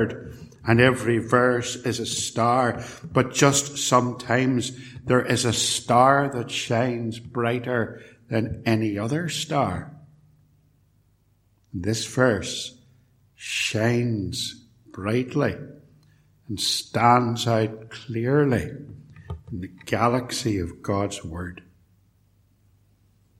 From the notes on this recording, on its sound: A sermon preached at Ballymacashon and Templepatrick, and recorded at Templepatrick Reformed Church